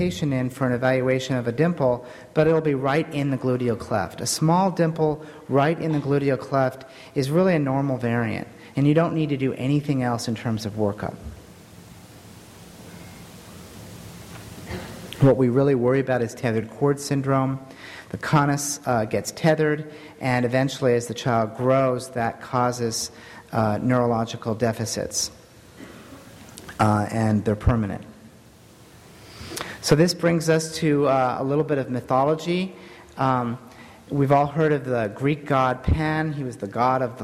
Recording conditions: live audience